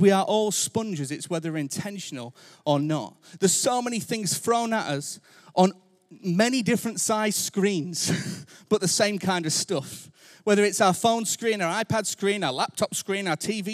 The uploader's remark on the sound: Recorded Live at Life Church Lancashire